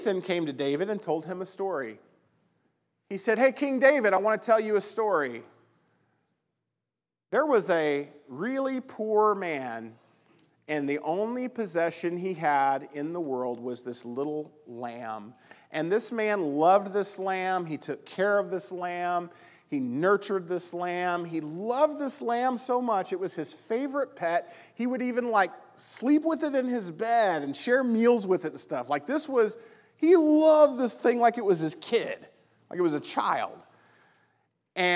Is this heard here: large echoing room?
yes